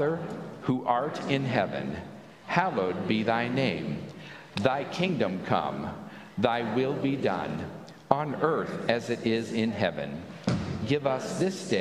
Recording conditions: large echoing room